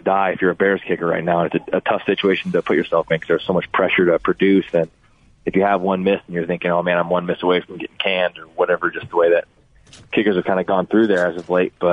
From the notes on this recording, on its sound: called in to talk